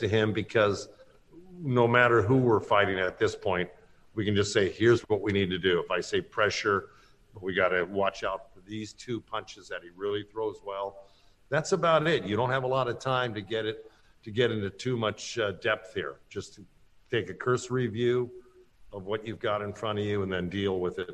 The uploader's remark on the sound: Media Conference